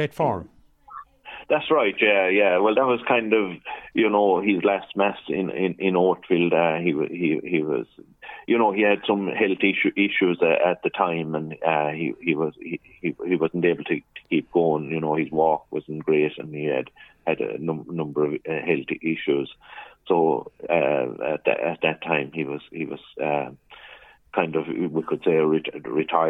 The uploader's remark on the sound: joined on the phone by Oatfield correspondent